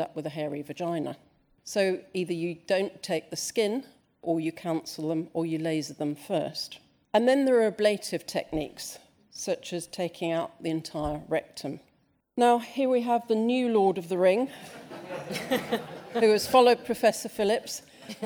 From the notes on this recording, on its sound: This session from St Mark's Hospital's Frontiers 2019